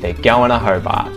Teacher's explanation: And notice the T gets muted.